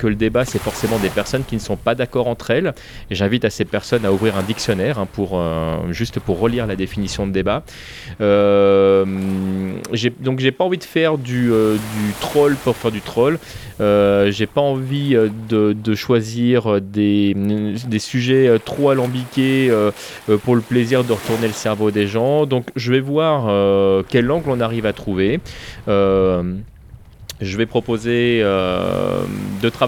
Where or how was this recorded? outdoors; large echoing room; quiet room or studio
outdoors